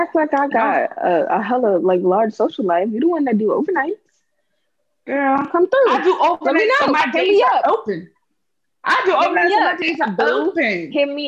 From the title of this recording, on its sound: Zoom Pod